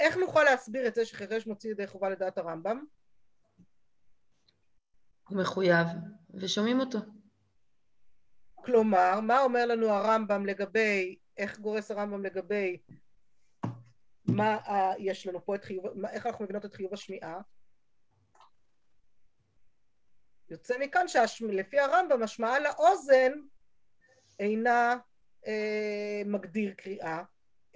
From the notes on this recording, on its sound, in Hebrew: השיעור הועבר והוקלט בזום